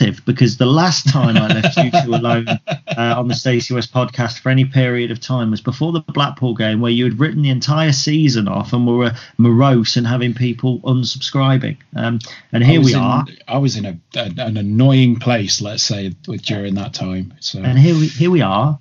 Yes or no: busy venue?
no